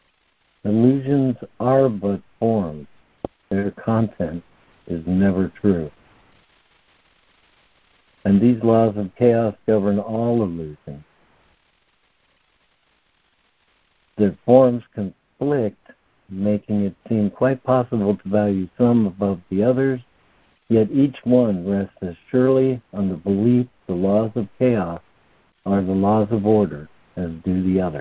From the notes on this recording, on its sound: ACIM Daily Conference Call.